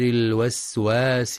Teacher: يخطئ من يقرأ الوسواس بكسر الواو الأولى الوسواس أو ضمها الوسواس، فلينتبه لفتحها